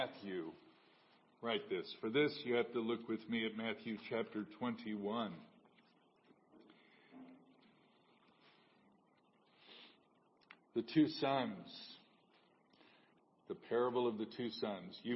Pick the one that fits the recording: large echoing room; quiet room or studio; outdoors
large echoing room